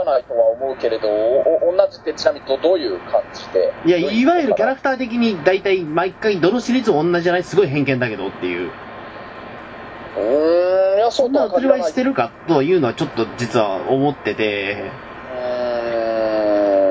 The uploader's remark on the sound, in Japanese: 今回録画失敗で音質が若干悪いです。